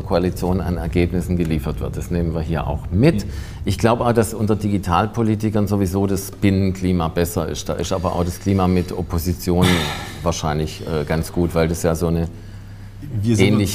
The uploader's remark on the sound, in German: Politik live aus der Ständigen Vertretung StäV Berlin.